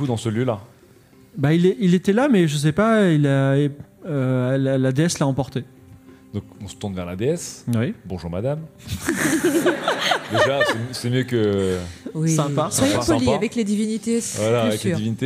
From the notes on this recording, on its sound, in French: Une aventure Game of Rôles dans le monde de l'édition enregistré en public à la BPI à Paris. Diffusé en direct sur Twitch et retransmis ici en podcast.